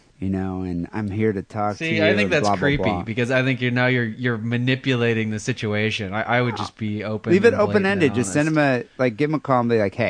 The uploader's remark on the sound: Phone calls and listener email.